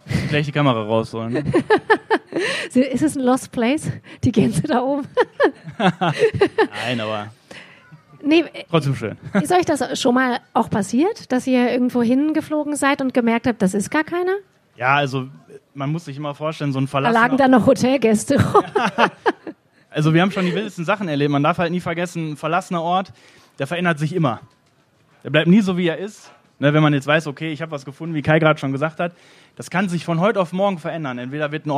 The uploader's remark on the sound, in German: Podcast auswärts - LIVE mit spannenden Gästen!